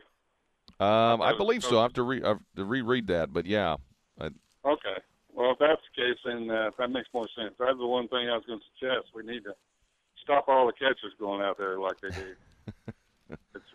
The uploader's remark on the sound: two hours of open line calls this morning live from East Lansing